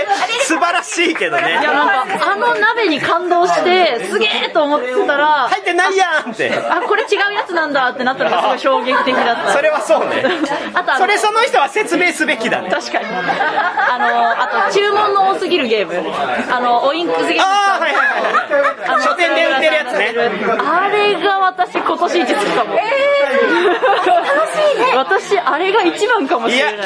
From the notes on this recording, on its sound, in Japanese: 店内収録のため、騒音雑音が激しく入っております。